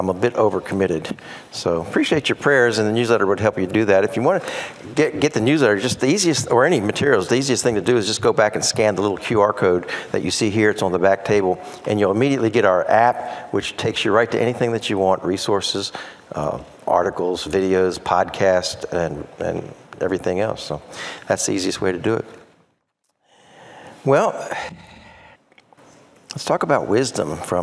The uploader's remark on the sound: preached at Bayside Community Church in Tampa